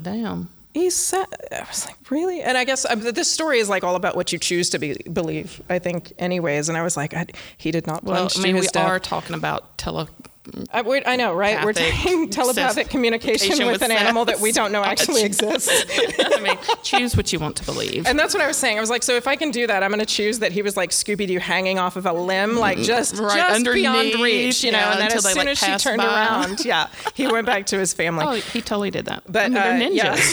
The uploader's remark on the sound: LIVE from the PodX convention in Nashville.